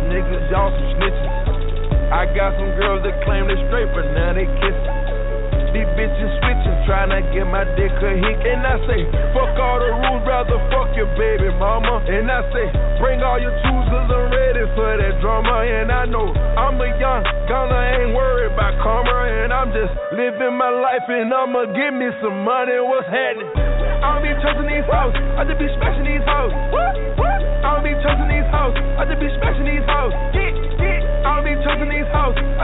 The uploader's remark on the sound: Live from Durham's Blue Coffee Cafe